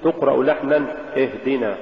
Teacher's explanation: تقريب الكسرة إلى الفتحة إذا جاء بعدها سكون، مثال ذلك اهدنا.